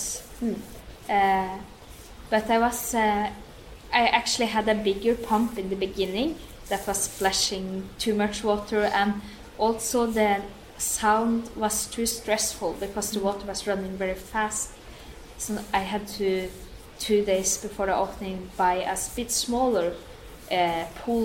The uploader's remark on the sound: in the Kuva/Tila gallery of the Fine Arts Academy of Helsinki